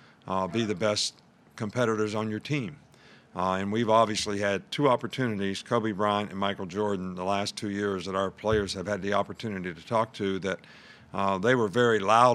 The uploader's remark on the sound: Press Conference from Monday August 24